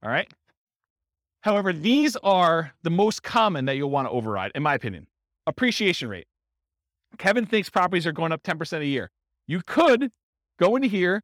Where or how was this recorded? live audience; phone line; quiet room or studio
live audience